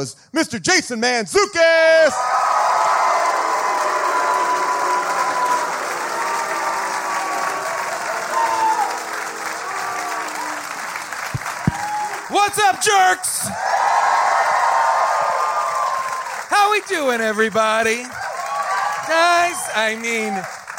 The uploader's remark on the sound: Recorded live from the Largo theater in Los Angeles